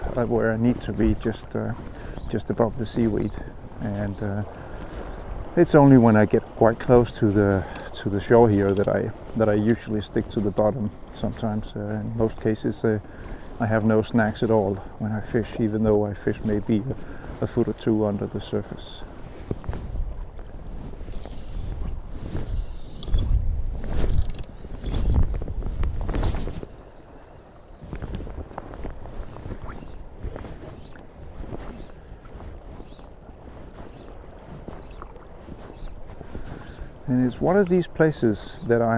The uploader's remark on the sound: My new recorder has been doing overtime. I'm still struggling with the wind here - both when casting and when recording. On this podcast you will have quite a bit of noise from the wind - and from my clothes because I'm trying to shelter the microphone - and from my stomach because I'm hungry!